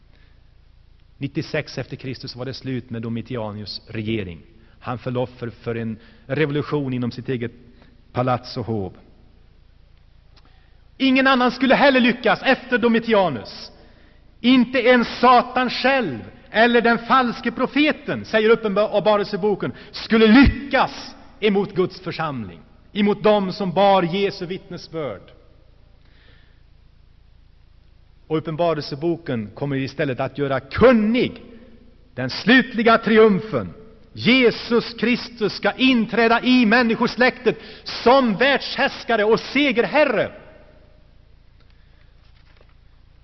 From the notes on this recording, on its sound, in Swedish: Inspelad i Saronkyrkan, Gšteborg.